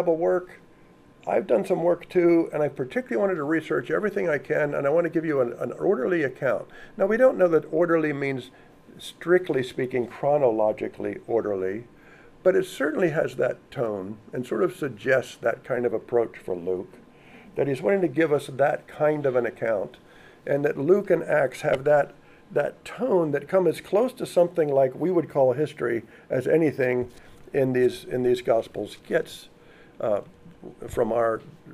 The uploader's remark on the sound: Audio of a lecture delivered on Tuesday, March 29th.